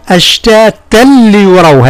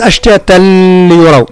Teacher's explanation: يدغم في اللام بدون غنة · Shown in: first take